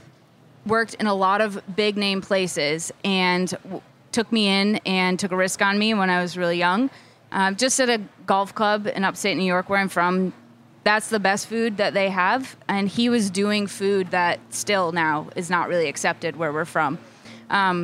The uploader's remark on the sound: live interviews at the Culinary Village at Charleston Wine + Food